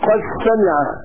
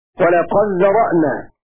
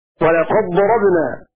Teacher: أدغم أبو عمرو دال قد في حروفها الثمانية · Term: الإدغام الصغير